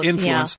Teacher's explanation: you will hear people stress the first syllable here, influence, as a verb also, but influence is not wrong.